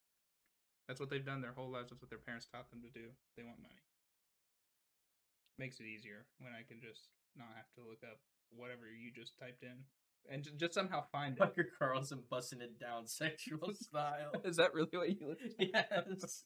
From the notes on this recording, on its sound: We don't have a lot of experience editing or recording a podcast, so you may have to be patient on the quality to reach 100%. Elden Ring is the background gameplay for this one because we didn't record any fallout this week!